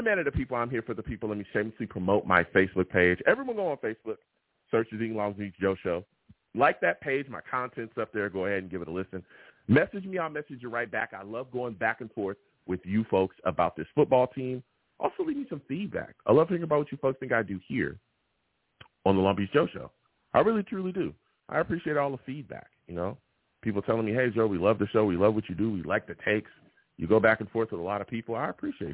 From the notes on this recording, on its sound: I take live callers!